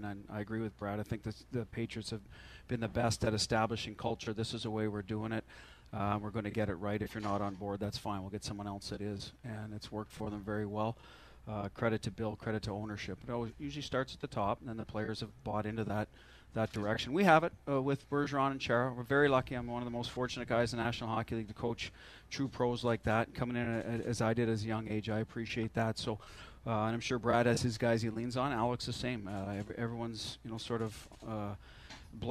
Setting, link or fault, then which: setting, busy venue